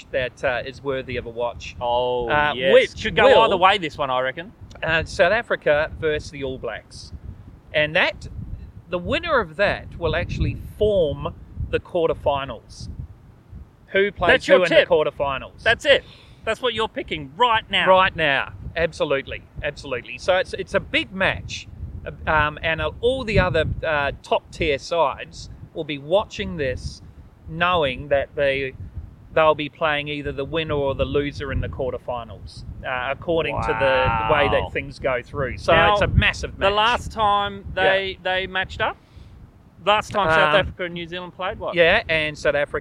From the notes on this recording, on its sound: This week Good Bad Weird filmed outside by the ocean at Bulli beach.